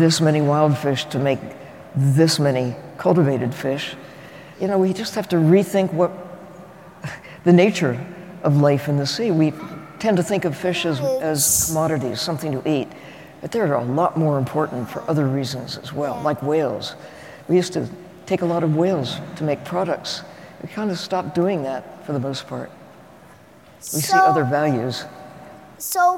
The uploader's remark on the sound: Another live taping of The Show About Science. This episode was recorded in front of a live audience at Fort Mason in San Francisco. Everyone at the Coal+Ice Festival.